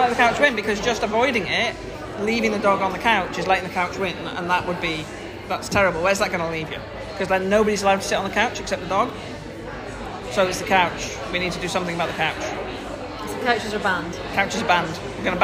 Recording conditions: background noise